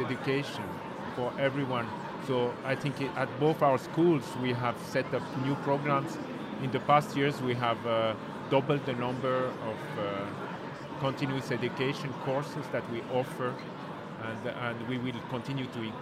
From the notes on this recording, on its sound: Recorded LIVE From CES. LIVE on stage at the Swiss Tech Pavilion.